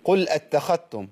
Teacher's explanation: لو الذال ما بنتش هنا هعمل إدغام ليها في التاء هقول قل أتخذتم وده موجود أصلا عند بعض الرواة غير الإمام